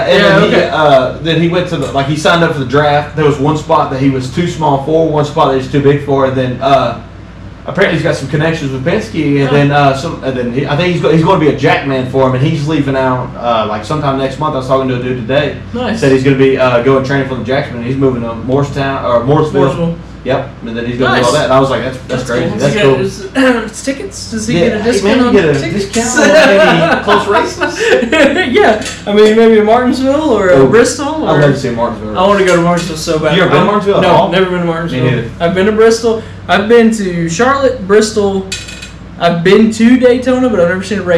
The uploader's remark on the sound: Ignore the terrible sound quality